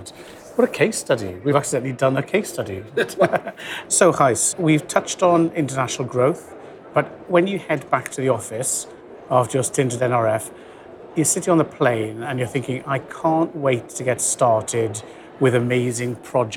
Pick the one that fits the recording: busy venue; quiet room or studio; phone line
busy venue